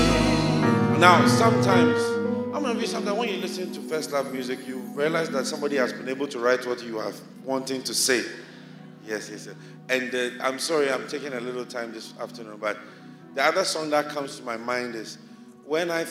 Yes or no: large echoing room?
yes